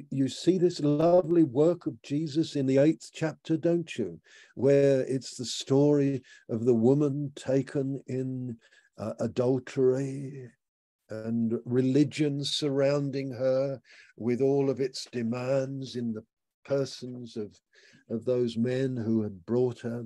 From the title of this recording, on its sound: Malaysia Meets (Zoom)